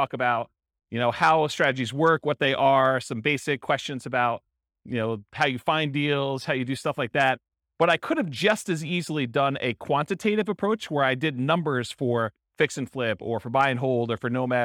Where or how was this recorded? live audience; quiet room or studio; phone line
live audience